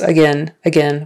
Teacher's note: Typically when you're speaking quickly, it's again, again, with an eh, eh, again.